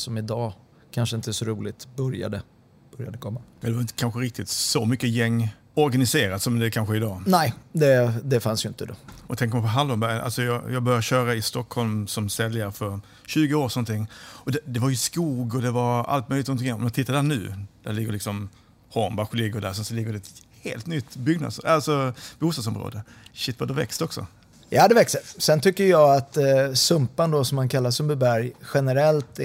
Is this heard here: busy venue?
yes